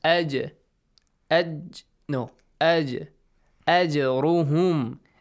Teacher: Qalqala, mashallah. That bouncing sound, yes? Tickle it. Let it move.